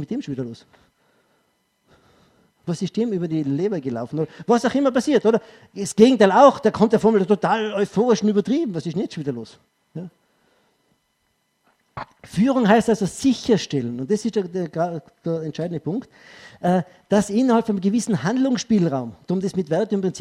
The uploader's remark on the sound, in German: Ausschnitt aus dem ÖGWT-Vortrag.